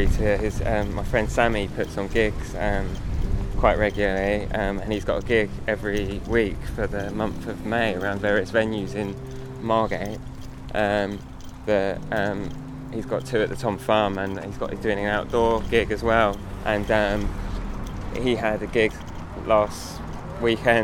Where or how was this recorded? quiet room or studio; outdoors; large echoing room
outdoors